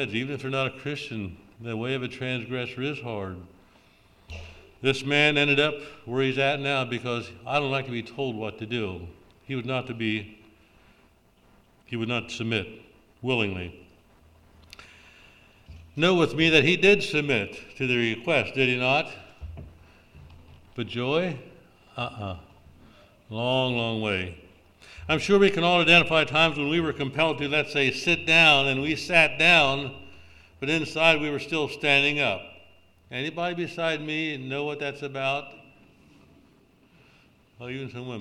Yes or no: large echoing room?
yes